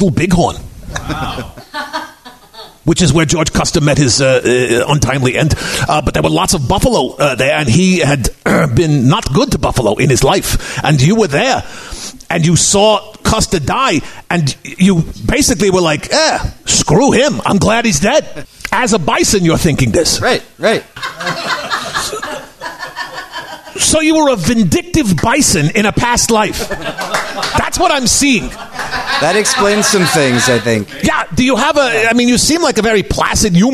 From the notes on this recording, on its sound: NERDMELT LIVE. LIVE from the Nerdmelt Showcase Theater on Sunset Blvd in Hollywood.